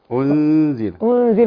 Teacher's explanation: نون ساكنة بعدها زاي والزاي حرف مرقق فبالتالي غنة الإخفاء ترقق